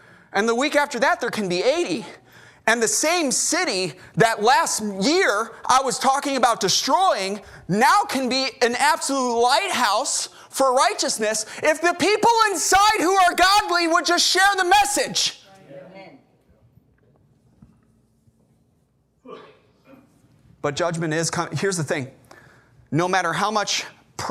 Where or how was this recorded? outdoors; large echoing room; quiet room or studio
large echoing room